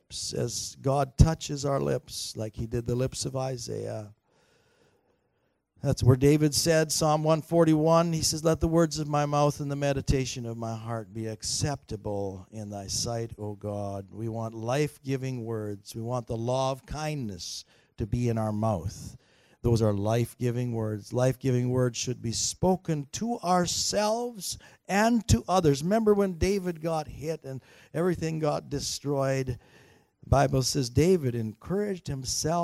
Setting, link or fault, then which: setting, large echoing room